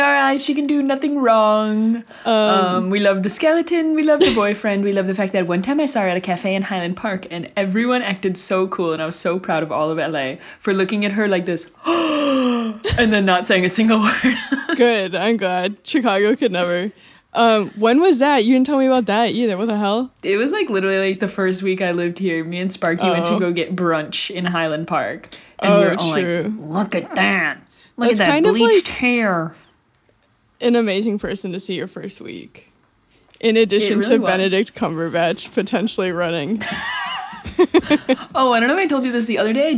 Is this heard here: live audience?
no